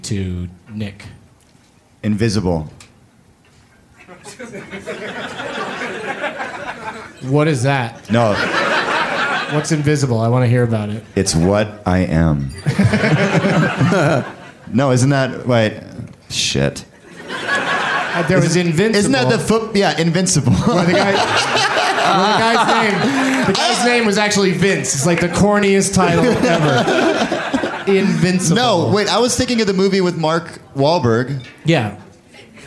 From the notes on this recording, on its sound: Live from Comedy Works in Denver, CO